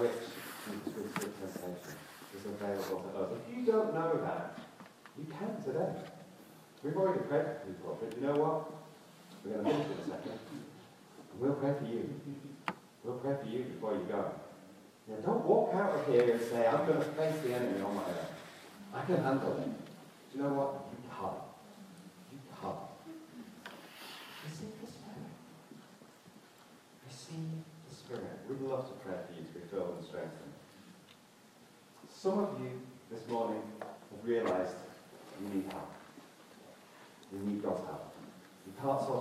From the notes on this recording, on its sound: Due to technical problems, the first part of this sermon was not recorded and the quality of this recording is poor.